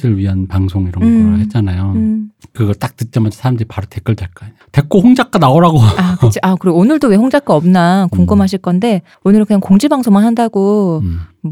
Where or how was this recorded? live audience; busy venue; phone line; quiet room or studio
quiet room or studio